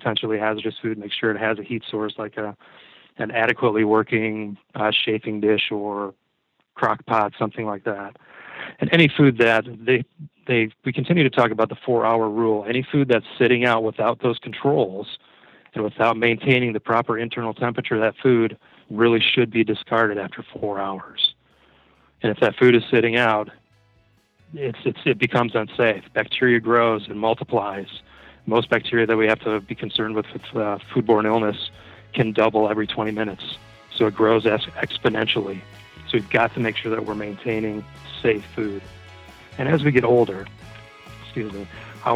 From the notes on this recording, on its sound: via internet phone